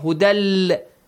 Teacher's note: It's just an Idgham. Hudal. There is no nasal sound.